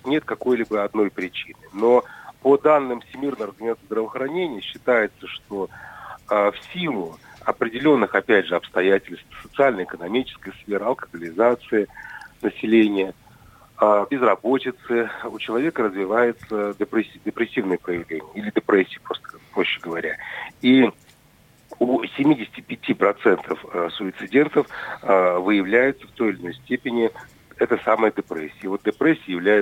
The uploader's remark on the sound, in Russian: По телефону